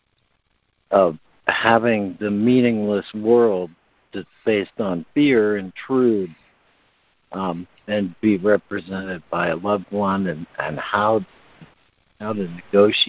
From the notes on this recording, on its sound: ACIM Daily Conference Call.